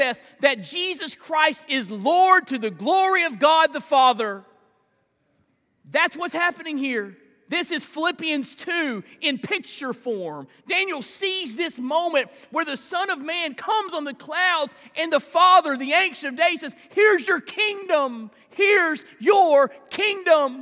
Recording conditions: large echoing room